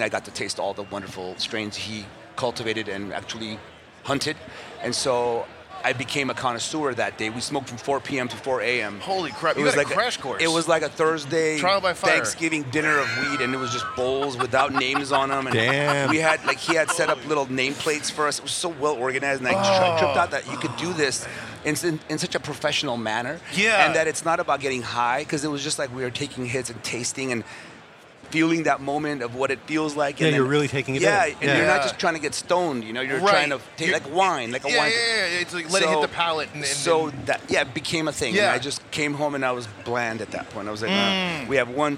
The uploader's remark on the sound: Recorded at MJBizCon 2023